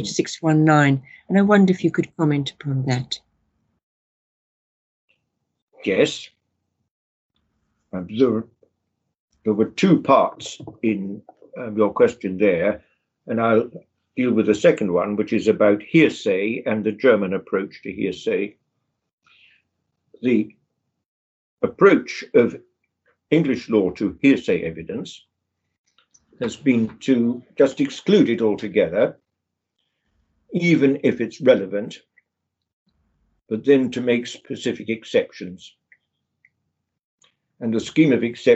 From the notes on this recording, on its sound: The interview was recorded online